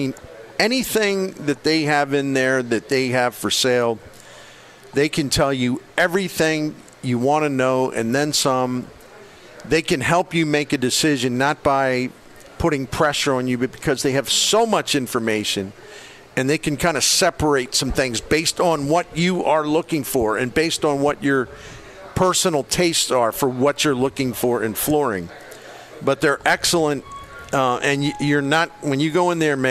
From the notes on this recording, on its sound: broadcasts live from Friendly's Sports Bar and Grill at 3971 Bayless Ave.